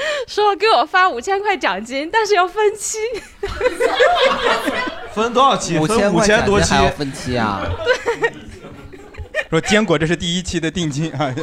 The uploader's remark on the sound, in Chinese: 这是一档由喜剧演员们和现场观众朋友们共同录制的播客节目